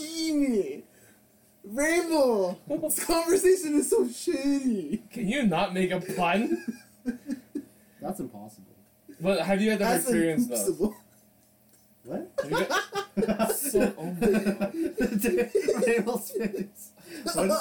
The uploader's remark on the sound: Old unreleased episode with old sound.